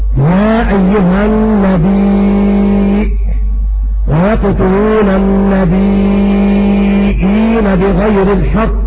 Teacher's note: نافع يبدل الياء همزة في كلمة النبي فيقرأ نافع هكذا يا أيها النبي ويقتلون النبيين بغير الحق ويقتلون الأنبياء بغير حق وخاتم النبيين، هذه قراءة نافع.